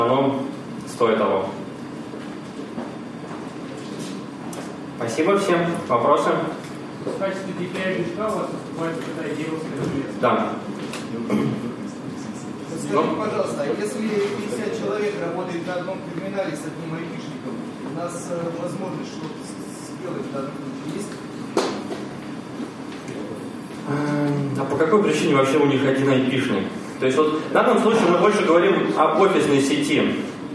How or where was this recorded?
live audience